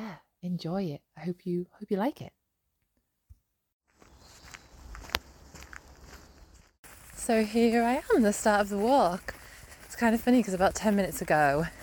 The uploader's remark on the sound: a series of voice notes that I recorded whilst walking the 84 mile-long Hadrian’s Wall route, from west to east over 5 days